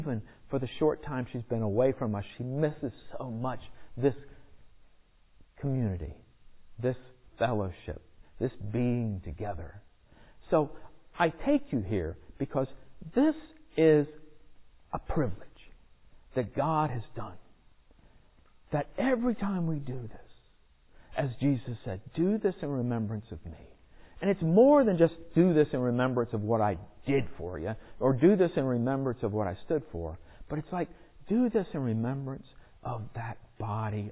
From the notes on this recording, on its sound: Recorded in the sanctuary of MPPC